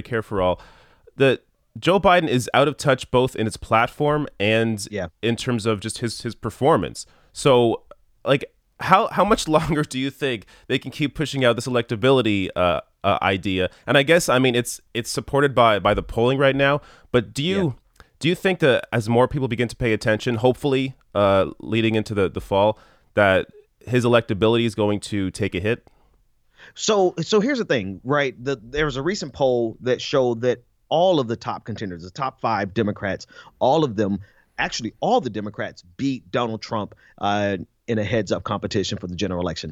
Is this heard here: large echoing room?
no